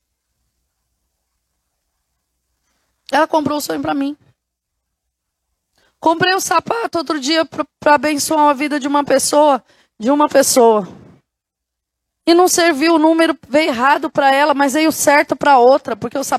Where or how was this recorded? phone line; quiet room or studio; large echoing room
large echoing room